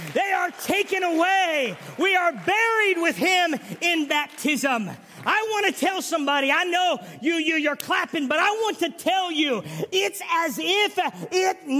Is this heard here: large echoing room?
yes